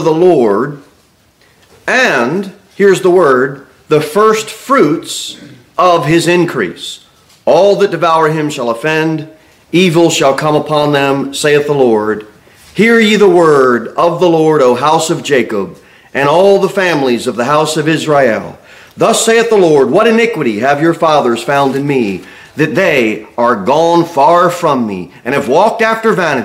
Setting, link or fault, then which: setting, large echoing room